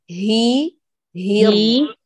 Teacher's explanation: هاتيها من أقصى الحلق